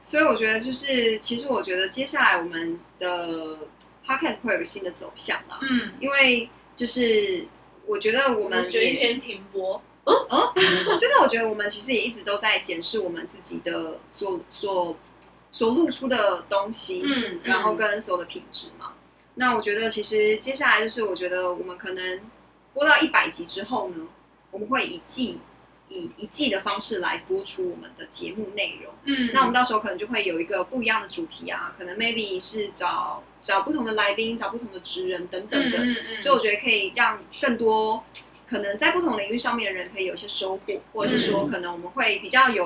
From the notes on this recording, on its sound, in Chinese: 本集收音有狀況，收聽時有空曠環境感是正常的喔